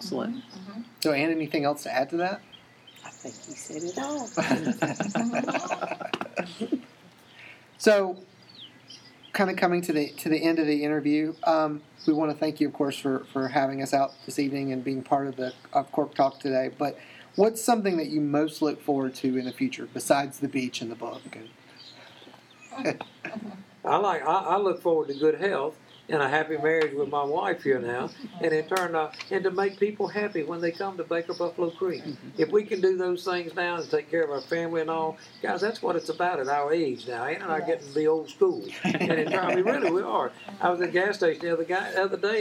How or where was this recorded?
outdoors